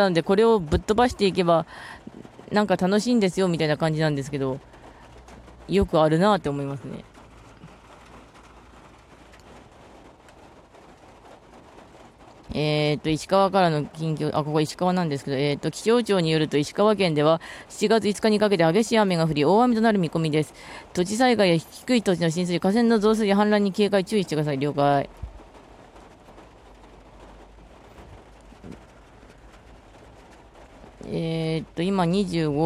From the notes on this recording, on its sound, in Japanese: 車の中で雑談配信 from Radiotalk。